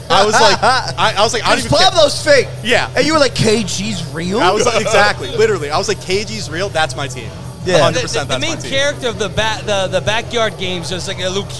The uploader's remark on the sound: LIVE from Chafa Town In Philly. Took a trip to Philadelphia and recorded LIVE at Chafa Town! Chafa Town is an indie concert series.